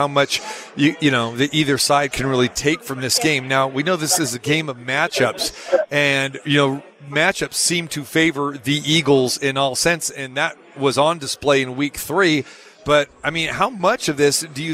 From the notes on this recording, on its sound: Live From the Super Book at Westgate Las Vegas.